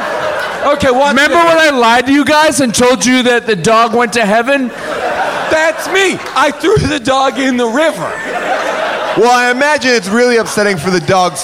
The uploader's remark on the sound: Recorded LIVE at Largo in Los Angeles